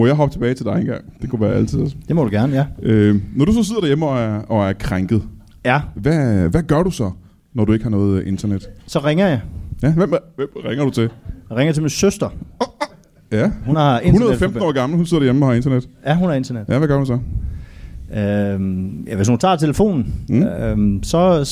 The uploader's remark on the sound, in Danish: LIVE fra Tobbers i Kolding